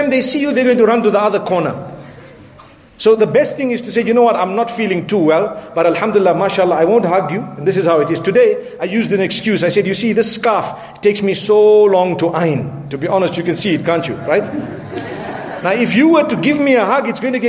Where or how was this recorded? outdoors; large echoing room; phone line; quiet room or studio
large echoing room